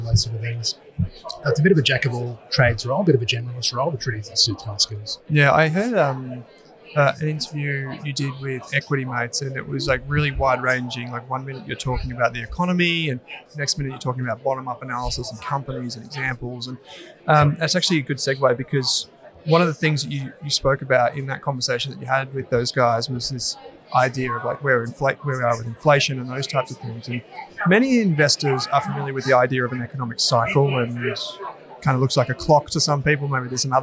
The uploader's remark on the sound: LIVE from ASA. In this LIVE podcast recording from ASA Sydney. We apologise for the background noise, this was filmed live on location.